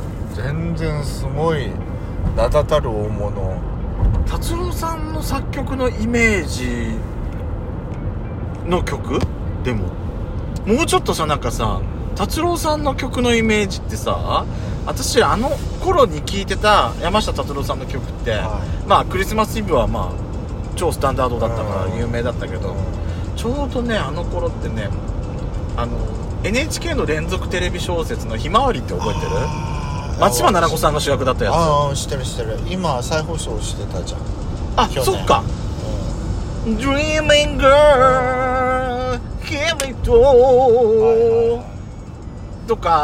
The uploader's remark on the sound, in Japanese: ドライブ収録 #ロードノイズごめんね